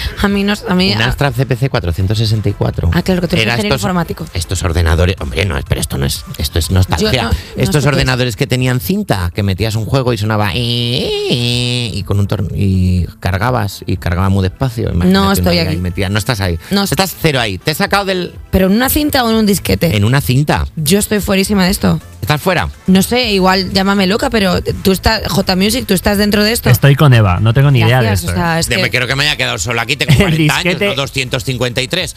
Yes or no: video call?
no